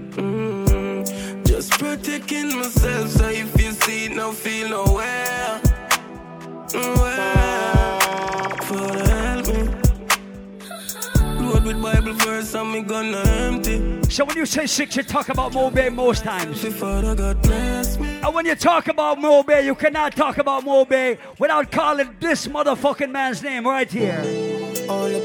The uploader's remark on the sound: LIVE AT ISLAND SATURDAYS.